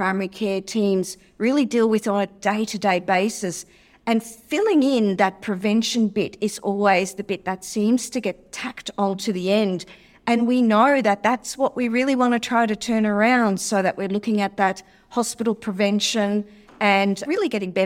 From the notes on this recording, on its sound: Live from ASLM Conference Cairns. This episode was recorded life at the Australasian Society of Lifestyle Medicine conference in Cairns.